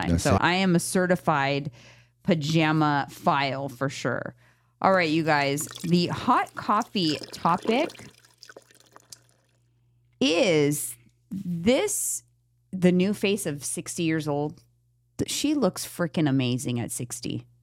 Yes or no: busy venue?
no